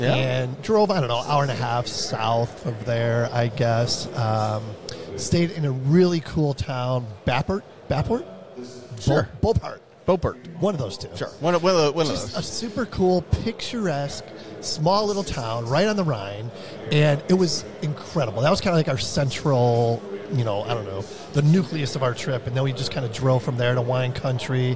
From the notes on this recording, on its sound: Day 1 of INTERGEO 2023 "LIVE" from Berlin!